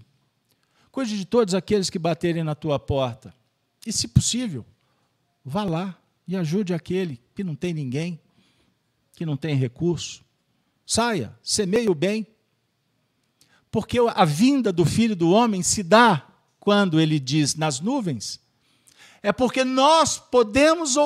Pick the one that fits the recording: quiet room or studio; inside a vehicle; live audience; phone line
live audience